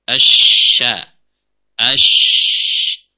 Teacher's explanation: Itu perhatikan ada sifat tafasyi pada huruf syin